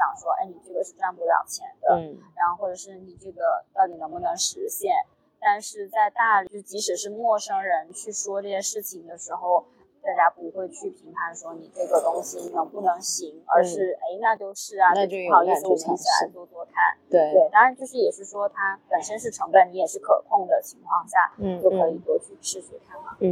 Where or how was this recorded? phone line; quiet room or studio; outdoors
outdoors